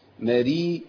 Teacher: الراء مرققة ليه طيب؟ لأنها مكسورة، وعند اي راء مكسوره في القران هي راء مرققه.